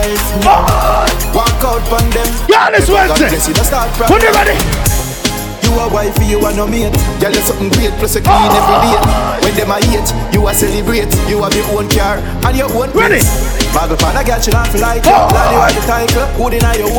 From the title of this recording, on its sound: LIVE AT GALLIS WEDNESDAYS